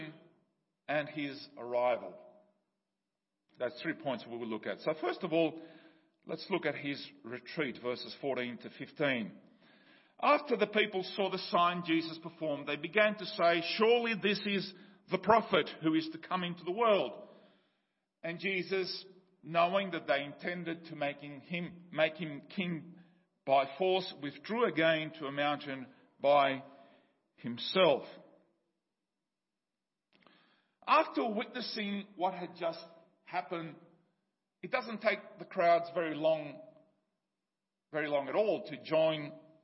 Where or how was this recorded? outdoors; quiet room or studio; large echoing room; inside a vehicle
large echoing room